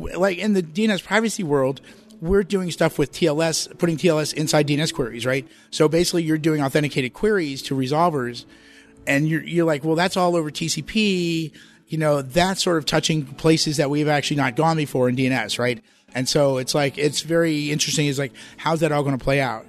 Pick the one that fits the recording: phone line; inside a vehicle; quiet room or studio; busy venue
busy venue